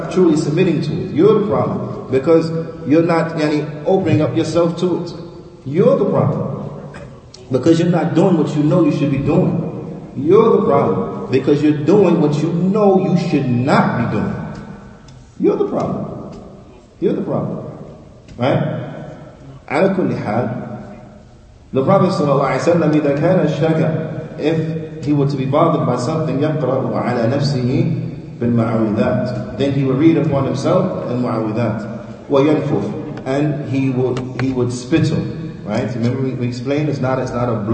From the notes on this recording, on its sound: Lecture given at Masjid Nur Allah, Queens, NY